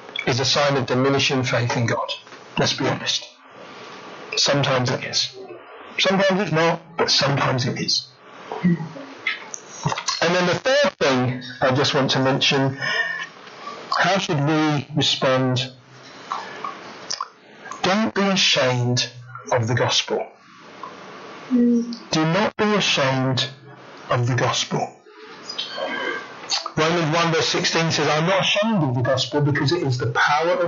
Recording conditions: poor sound quality